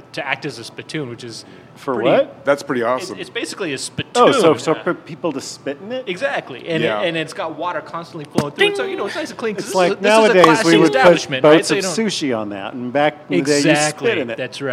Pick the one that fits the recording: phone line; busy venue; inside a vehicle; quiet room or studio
busy venue